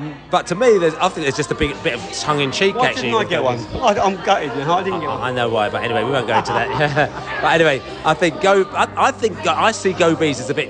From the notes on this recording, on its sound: Brentford US Tour Day 6 - Bees at the Washington Pool Party. The Bees fans have got their speedos on and have converged around a pool in Washington for an evening. We spoke to the fans to get their view on the US tour so far.